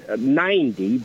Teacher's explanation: in American English, the T next to the N becomes a D sound